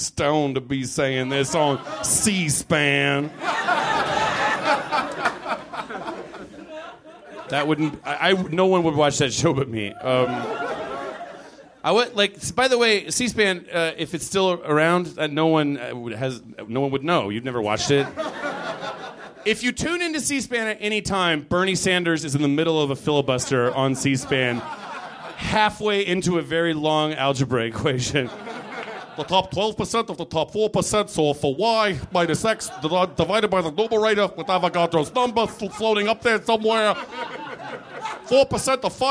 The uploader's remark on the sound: Live from the NerdMelt Showroom